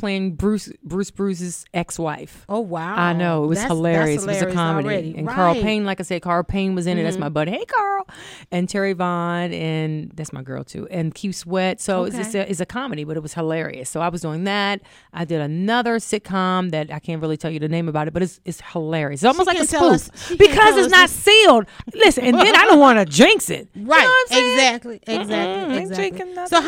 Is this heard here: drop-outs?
no